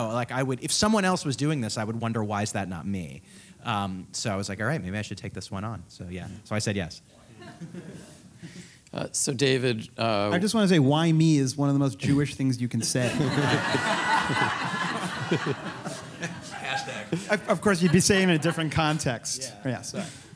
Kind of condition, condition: setting, live audience